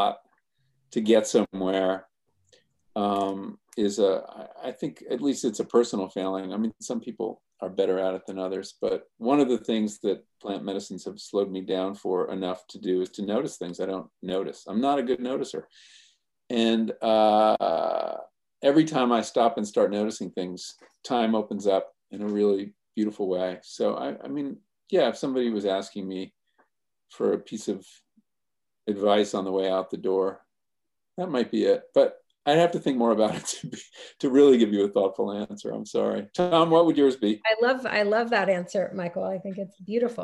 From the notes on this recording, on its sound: In this mid-pandemic throwback. Gathered via Zoom.